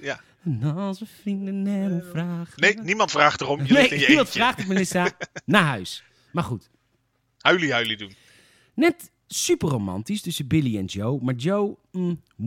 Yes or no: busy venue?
no